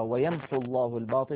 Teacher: فيحذف حرف المد وهو الواو في الوصل فكتبت كذلك على نية الوصل.